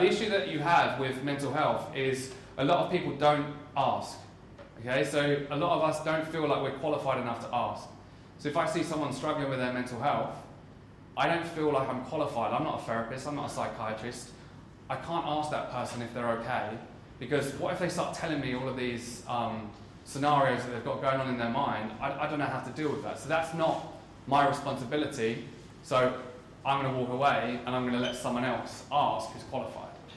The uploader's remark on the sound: This full talk was delivered at Wieden and Kennedy in London for mental health awareness week.